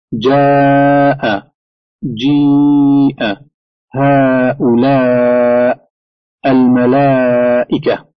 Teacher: مد الهمزة المتصل وهو أربع حركات أو خمس وهو ما جاء بعد همز متصل في كلمة واحدة مثل جاء